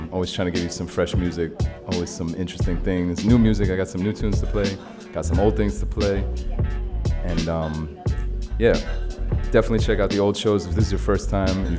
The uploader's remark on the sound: Originally broadcast live on December 5, 2016 from the storefront of The Late Late Bar on Houston Street in New York City. Special guest DJ set.